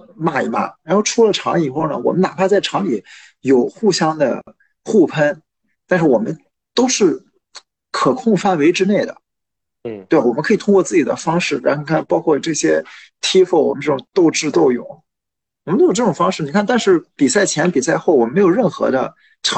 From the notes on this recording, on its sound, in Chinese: 这两期节目条件所限使用在线会议软件云录制，效果不好请见谅！